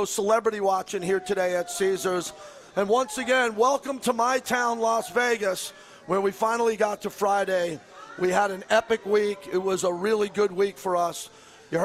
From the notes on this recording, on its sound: LIVE FROM CAESAR'S PALACE